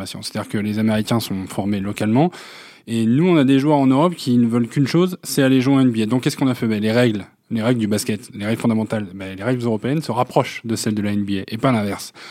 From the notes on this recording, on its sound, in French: À New York, par téléphone.